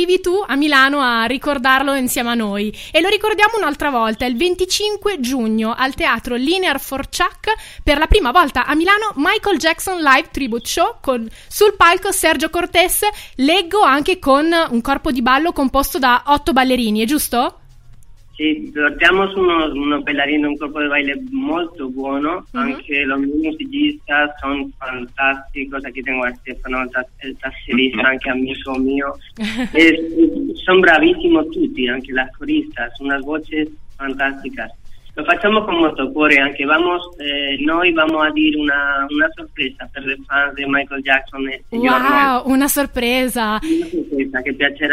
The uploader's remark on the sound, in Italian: Ha chiacchierato al telefono in diretta con me durante il POPtime.